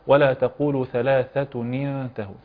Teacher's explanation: إن وصلناها نكسر التنوين